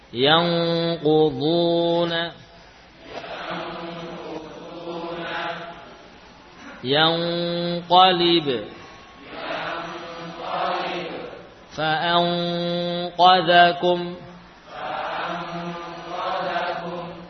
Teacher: lidah bagian belakang nempel kuat sehingga suaranya terpusat melalui hidung · Term: ikhfa